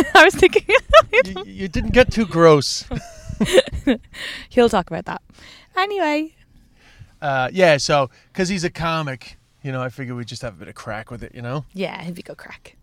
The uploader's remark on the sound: in a car outside the Comedy Cellar